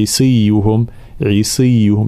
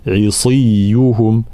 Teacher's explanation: صاد مكسورة ولكن تبقى مفخمة ومطبقة · Shown in: second take